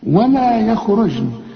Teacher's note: هنا الجيم هنقلقلها عليها السكون، كل جيم في القرآن عليها السكون لازم هتقلقل.